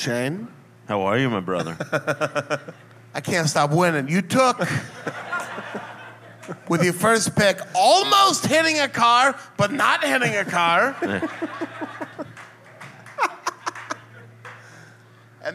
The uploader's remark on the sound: This was recorded live in Washington DC at The Black Cat.